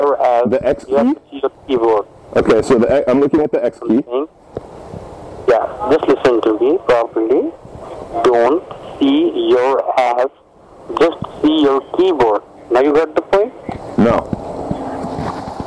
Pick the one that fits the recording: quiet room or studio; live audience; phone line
phone line